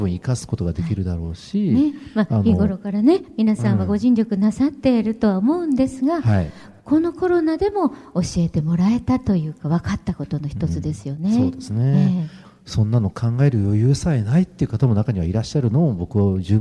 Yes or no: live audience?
yes